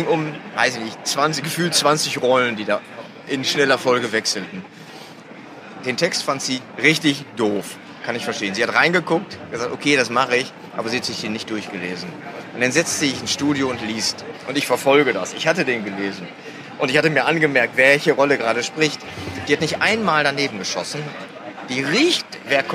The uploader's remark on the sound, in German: live von der Frankfurter Buchmesse